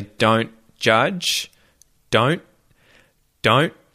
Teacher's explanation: Don't. So I mute that T. I don't say the T. I say don't judge, and it flows a little better. · Term: muted T